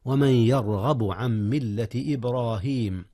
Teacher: ولا تنسيا تفخيم الراء في يرغب وفي إبراهيم